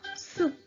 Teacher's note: Sin pronunciar la O y la U un poquito larga.